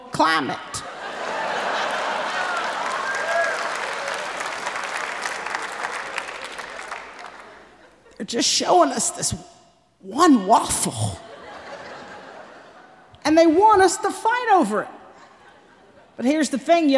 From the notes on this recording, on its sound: Performed live at The Paramount in Oakland.